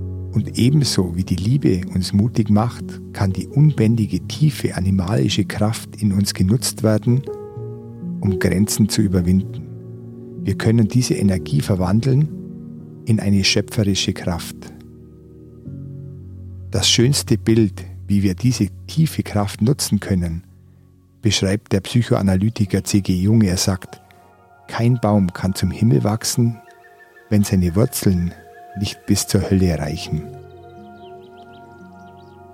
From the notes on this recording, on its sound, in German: Die Folge habe ich auf dem Berliner Höhenweg im Zillertal aufgenommen. Zum Einschlafen hörst du Naturgeräusche, die ich bei einsetzendem Regen und aufziehendem Gewitter in einer Aschaffenburger Schutzhütte auf über 2.000 m gemacht habe.